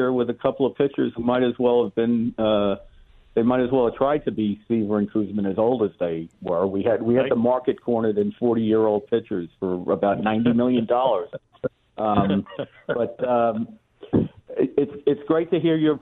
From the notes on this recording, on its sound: joins the show by phone